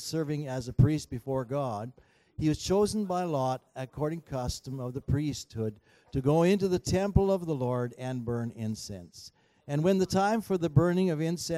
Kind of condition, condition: setting, large echoing room